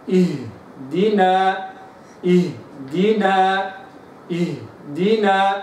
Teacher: فإذا جاءت الهمزة ساكنة في وسط الكلمة لابد وأن أستكمل هذا الزمن، فأقول في قوله عز وجل إهدينا إهدينا إهدينا، لابد أن أراعي كسر الهمزة أولا، كسر الهمزة أولا، ثم آتي بالهاء مستوفاة زمانها، ثم بعد ذلك أخرج إلى الحرف الذي بعدها وهو الدال فأراعي كسرها، وهكذا إهدينا هكذا. · Term: الهمزة الساكنة